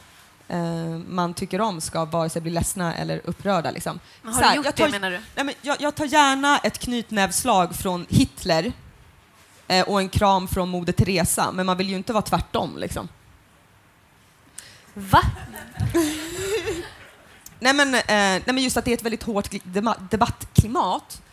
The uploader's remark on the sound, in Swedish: Avsnittet spelades in på Göteborgs filmfestival den 1 februari 2016.